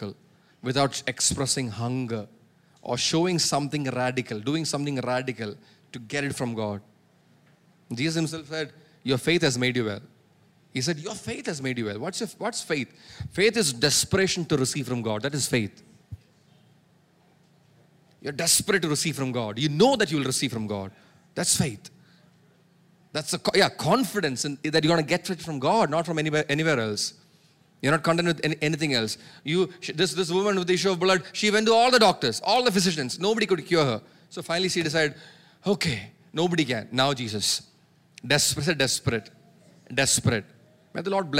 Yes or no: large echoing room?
yes